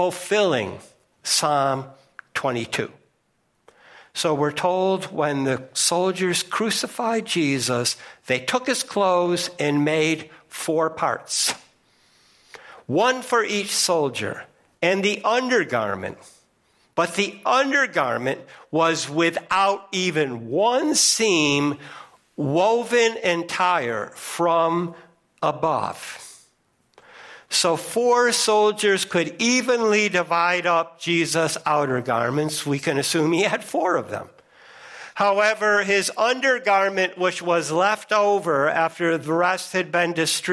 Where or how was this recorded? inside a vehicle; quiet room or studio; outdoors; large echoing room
large echoing room